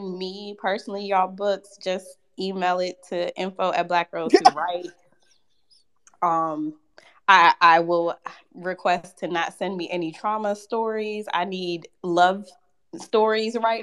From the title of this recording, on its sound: Recorded Twitter Space 09.07.2022